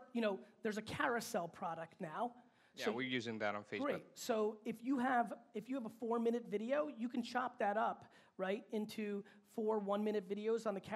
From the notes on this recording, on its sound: This episode is a keynote that I gave in Romania back in 2017 at the brand minds conference.